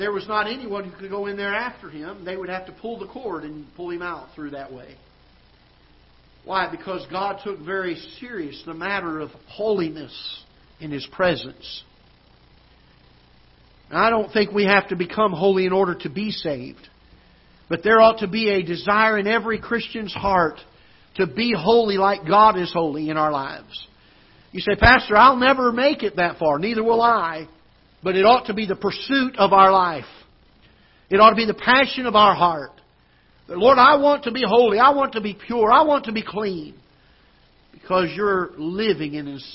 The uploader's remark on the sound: Ketha Heights Baptist Church ~ Live Broadcast